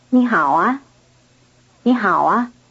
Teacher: the added syllable a could carry a rising intonation to signal a question